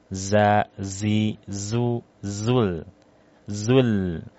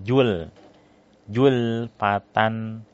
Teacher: Zai sifatnya, dia mempunyai sifat banyak. Di antaranya ada sofir ya, desis. Desis tajam. · Shown in: first take · Z, nah itu desisnya.